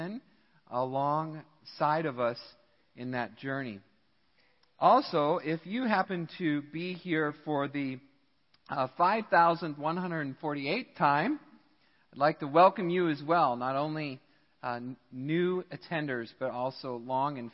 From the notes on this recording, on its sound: Midland Evangelical Free Church Sermon Audio